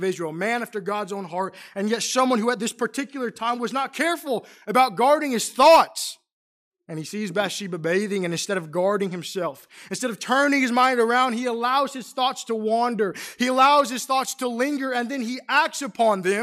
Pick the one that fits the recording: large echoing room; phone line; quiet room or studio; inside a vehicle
large echoing room